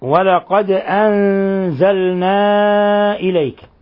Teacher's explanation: لاحظوا إخواني أن الدال ساكنة فتقلقل